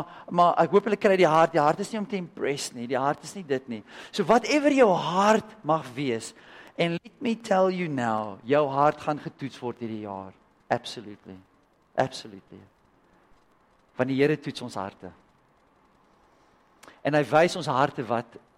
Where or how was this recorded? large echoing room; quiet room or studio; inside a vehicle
large echoing room